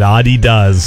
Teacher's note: That's how you say it, Adidas, with the emphasis on the first syllable, not Adidas, how we say it here, stressing the second.